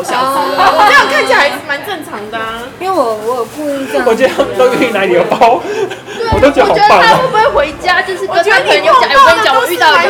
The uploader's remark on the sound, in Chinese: Lane 72 Bistro 英式餐酒館 之 邊吃邊聊悠閒話題分享。首次嘗試在餐酒館內錄音。